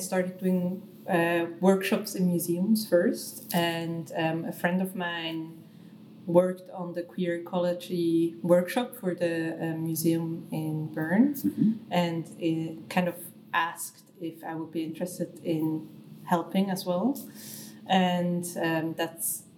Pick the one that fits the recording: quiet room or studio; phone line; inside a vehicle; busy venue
busy venue